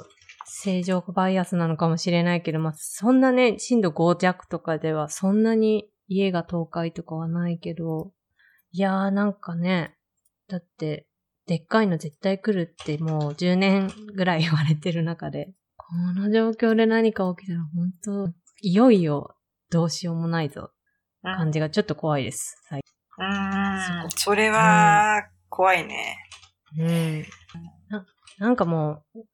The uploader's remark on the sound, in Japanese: タイピングの音など、雑音がおおくてすみません！家族がWFH中ということでお許しを……